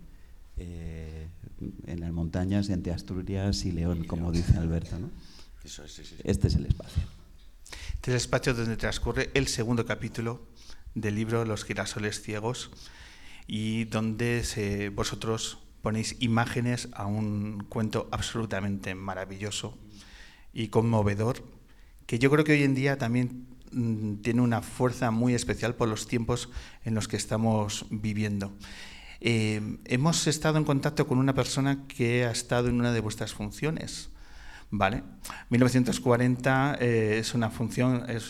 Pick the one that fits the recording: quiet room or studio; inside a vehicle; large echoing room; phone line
large echoing room